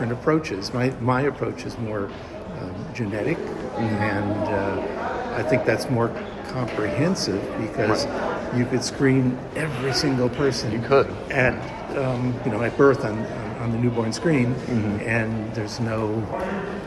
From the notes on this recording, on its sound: recorded during IDS Paris 2023